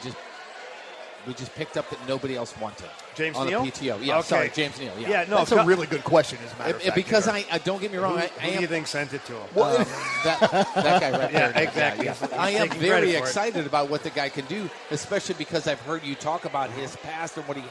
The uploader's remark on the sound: We are LIVE from Copper Fire in Belleville